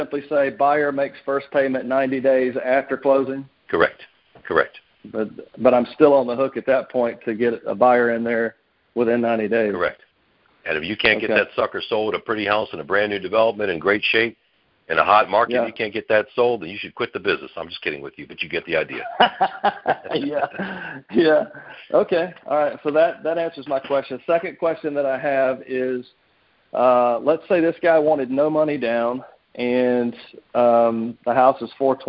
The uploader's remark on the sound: Gold Club Q&A Call